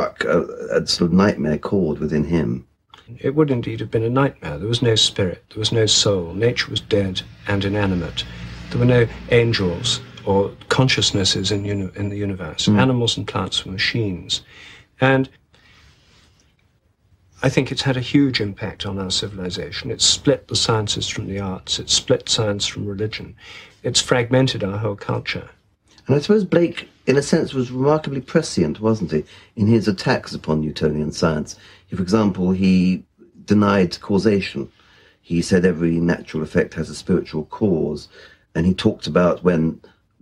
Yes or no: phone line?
no